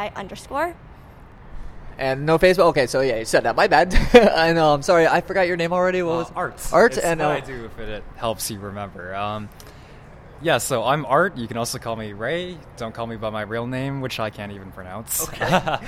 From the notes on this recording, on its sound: It was recorded a couple weeks back during Anime Expo on Sunday.